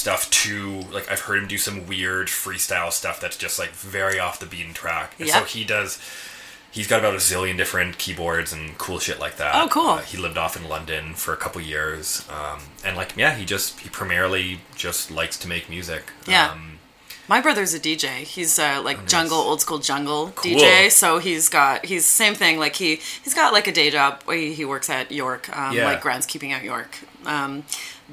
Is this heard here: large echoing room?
no